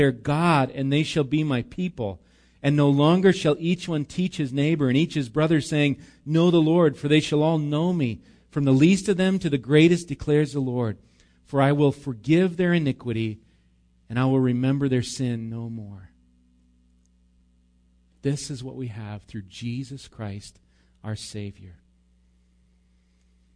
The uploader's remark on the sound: Recorded live at Bethany Bible Church on 5/26/19